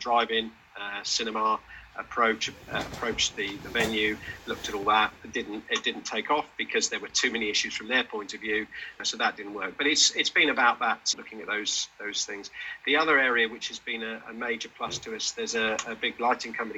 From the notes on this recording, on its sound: This interview was recorded at an hgkc round table on Business Risk, and was not conducted live for this podcast.